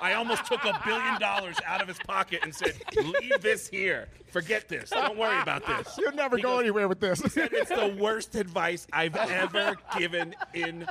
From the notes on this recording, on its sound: Jest Another Comedy Festival Talk - Live Recording. I got to record a live episode in Flagstaff, AZ at Jest Another Comedy Festival.